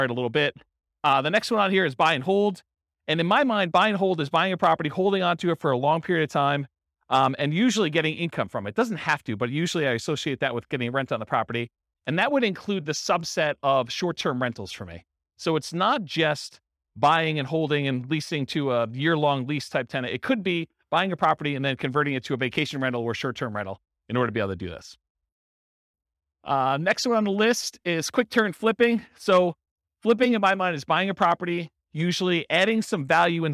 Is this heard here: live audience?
yes